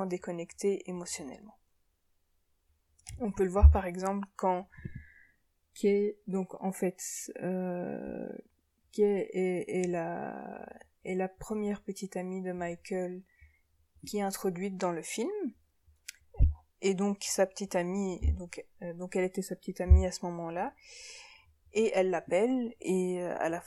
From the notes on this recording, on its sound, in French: Je suis désolée pour la qualité du son, mon micro n'a pas bien enregistré je pense.